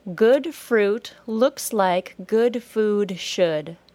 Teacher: That sentence alternates between the U as in put sound and the OO sound.